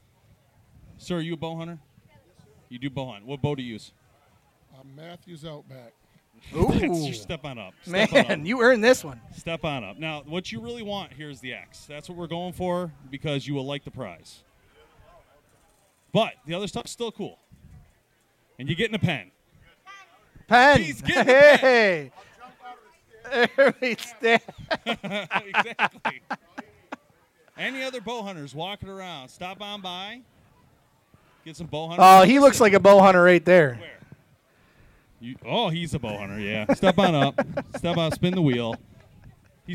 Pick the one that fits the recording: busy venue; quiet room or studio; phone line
busy venue